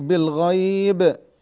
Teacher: الباء مقلقلة عند الوقف